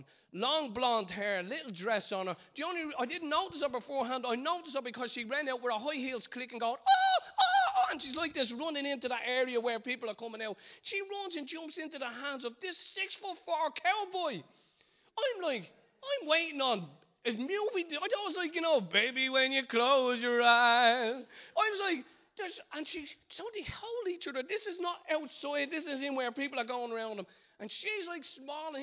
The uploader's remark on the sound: Recorded live in Liberty Church in Bray